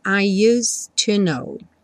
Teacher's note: E do S do use, você já vai para o T do to.